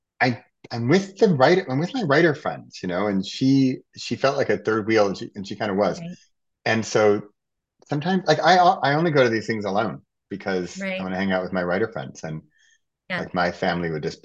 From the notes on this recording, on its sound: recorded from our Zoom call